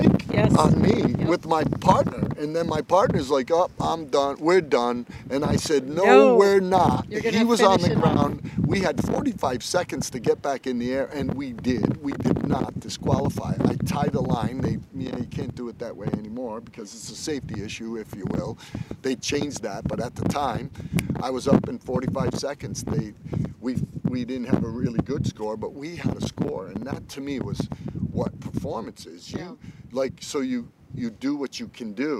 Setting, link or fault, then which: fault, wind noise